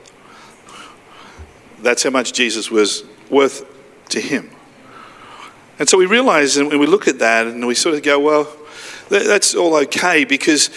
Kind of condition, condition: setting, large echoing room